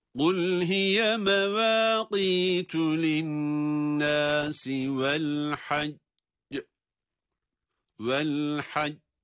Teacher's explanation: Ancak cim harfi talgale sıfatına sahip olması itibariyle, evet, şeddesinden dolayı cim harfini iki defa okuyacağız ama kalkale harfi olduğu için ikinci duruşumuzu sesi patlatarak okuyacağız. Yani mahreci depreterek ses, kuvvetli bir ses çıkacak.